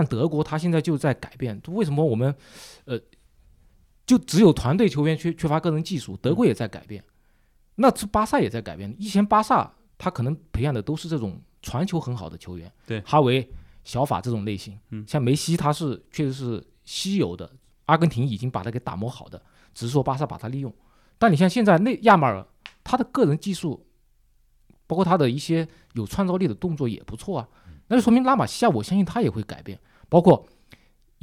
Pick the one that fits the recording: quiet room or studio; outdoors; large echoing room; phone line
quiet room or studio